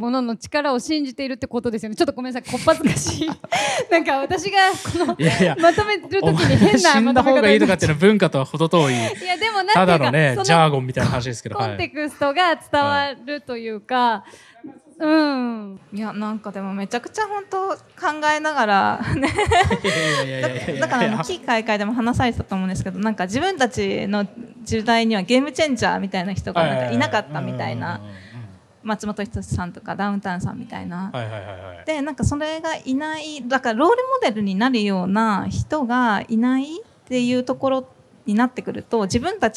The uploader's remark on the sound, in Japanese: 今回は番外編として、渋谷PARCOで公開収録したエピソードを前後編にわたってお届けします。渋谷PARCOでは、館内のギャラリーやショップのあちこちでアートにまつわるクリエイションを展開する「SHIBUYA PARCO ART WEEK 2023」を9月15日〜9月24日まで開催。